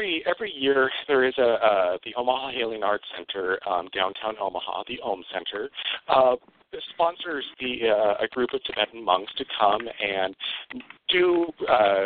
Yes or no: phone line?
yes